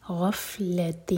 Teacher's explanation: وهم فی غفلت، غین ہیوی، غف، اور جب فا پڑھیں تو پھونک والی آواز آنی چاہیے